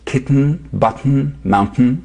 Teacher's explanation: One is called nasal plosion, because instead of the T exploding the normal way, with the tip of your tongue releasing forward, t, the explosion happens at the back of your throat, where your throat meets the nose